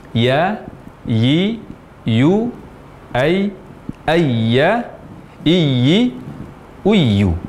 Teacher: Huruf ya diucapkan dari tengah lidah, ditekan ke langit-langit di atasnya. · Term: tempat keluar huruf ya